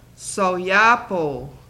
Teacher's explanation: Long O doesn't glide into a W.